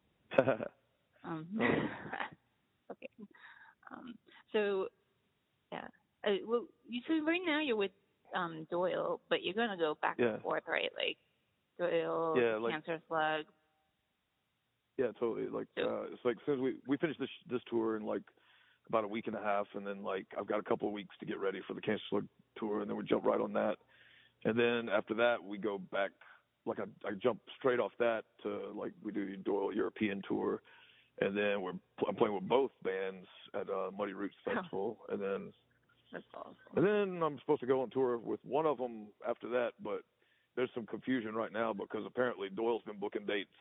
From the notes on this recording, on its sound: answered the Groovy Ghoul podcast phone call